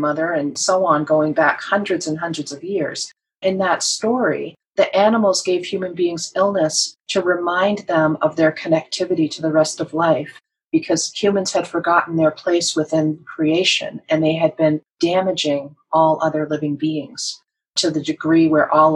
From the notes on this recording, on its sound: Excerpts from live BTS Center Zoom programs